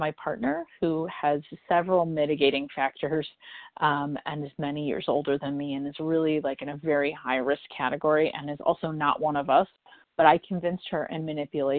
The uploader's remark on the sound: from the 100 Pounders Phone Meeting on 12/14/20